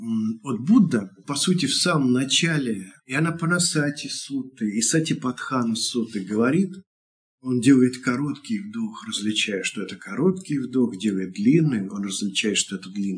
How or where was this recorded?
video call